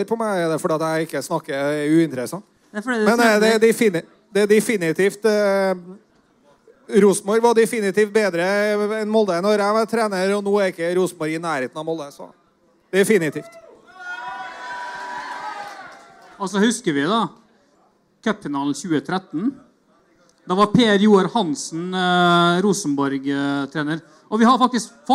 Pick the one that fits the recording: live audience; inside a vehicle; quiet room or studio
live audience